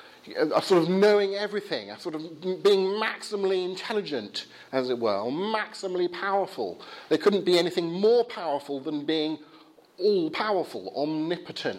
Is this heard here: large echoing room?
yes